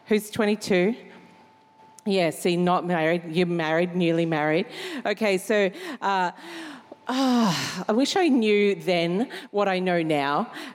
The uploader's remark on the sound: Recorded during our 5pm service